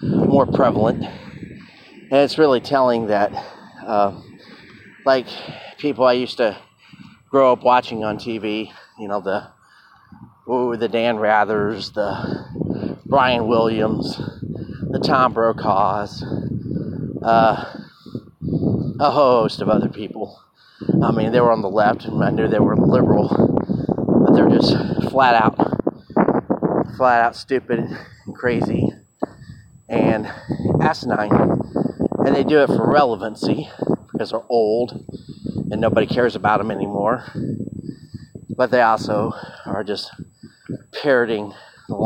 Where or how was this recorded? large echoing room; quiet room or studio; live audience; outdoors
outdoors